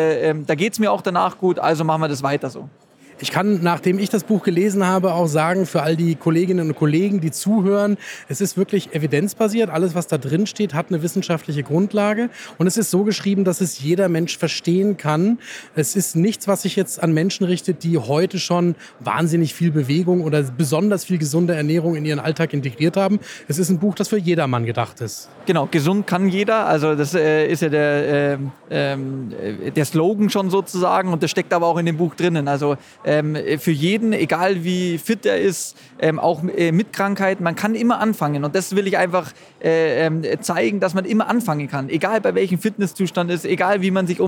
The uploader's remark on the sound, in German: Diese Folge wurde live auf der expopharm 2022 aufgezeichnet, der größten pharmazeutischen Fachmesse in Europa.